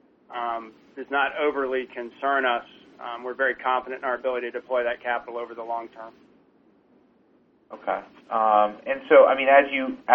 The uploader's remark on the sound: ProAssurance Earnings Conference Call